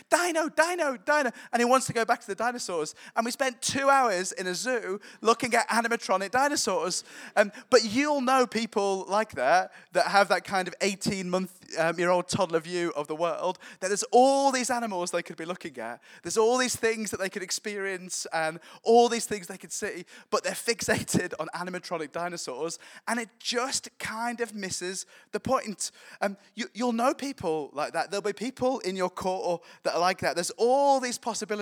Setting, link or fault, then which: setting, live audience